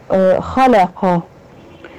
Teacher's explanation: الخاء مفتوحة اعلى درجات التفخيم